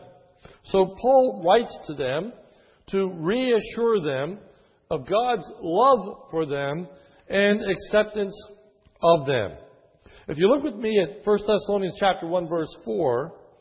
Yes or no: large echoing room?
yes